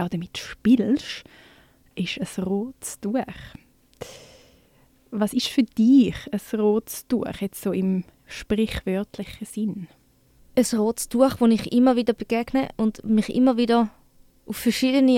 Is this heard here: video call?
no